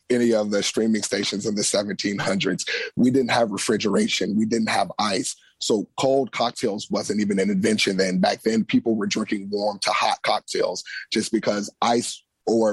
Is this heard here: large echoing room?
no